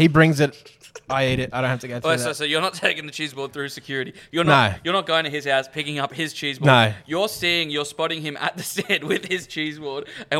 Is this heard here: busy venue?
yes